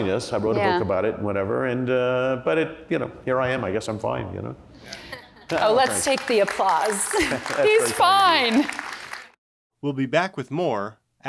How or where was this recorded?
live audience